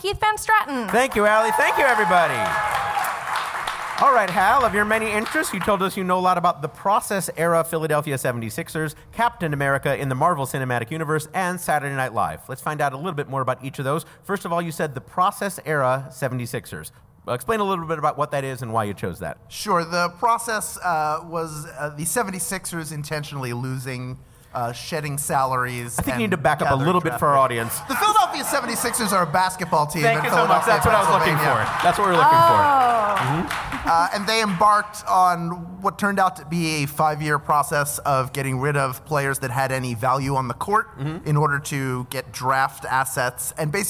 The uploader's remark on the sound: it’s another LIVE edition of Go Fact Yourself!